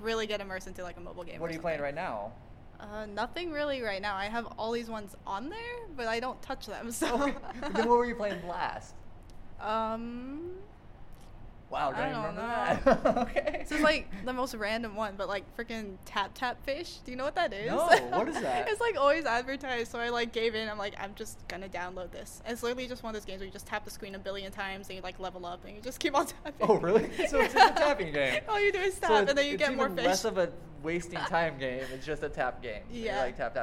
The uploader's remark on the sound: This is another interview episode on location at Anime Los Angeles 2018.